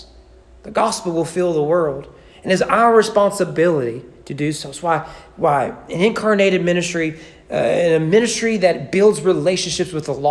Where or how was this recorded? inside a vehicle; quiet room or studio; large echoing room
large echoing room